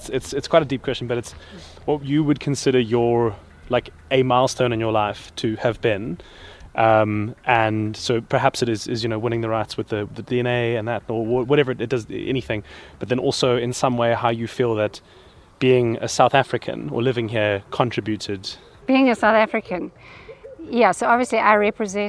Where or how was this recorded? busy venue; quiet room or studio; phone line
busy venue